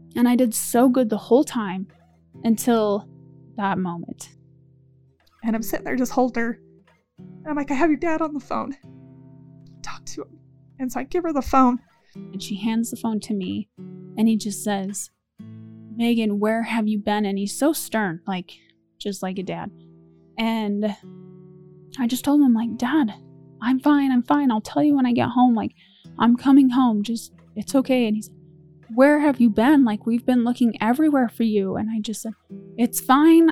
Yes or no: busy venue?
no